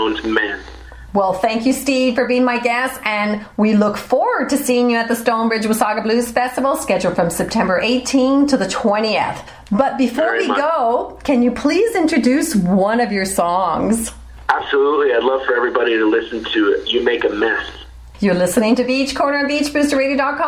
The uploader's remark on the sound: On Beach BOOSTER Radio. Via phone from Ottawa.